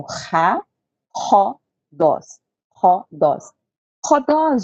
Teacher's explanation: É um som mais forte, é um R, vamos dizer assim, meio gutural, né? · Term: aspiração forte